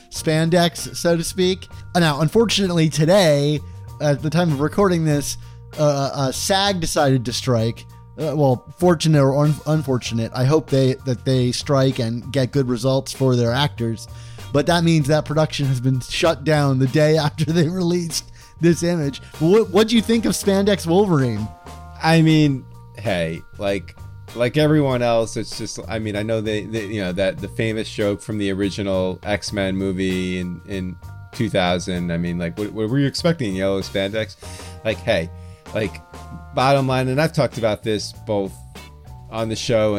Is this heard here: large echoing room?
no